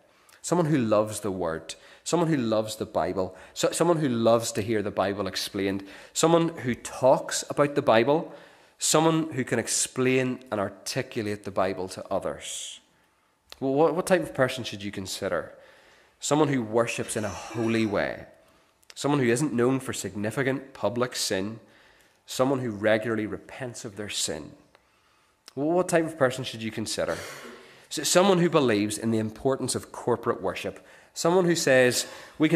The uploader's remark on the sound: This is the recording of the Bible reading and sermon from our morning service on Sunday 3rd September 2023.